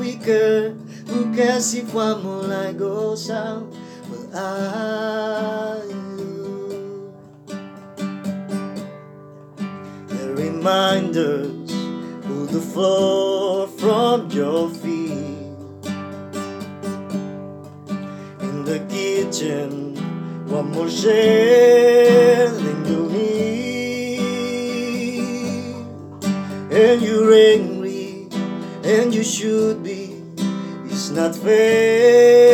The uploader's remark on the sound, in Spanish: Video grabado con mi celular Samsung J2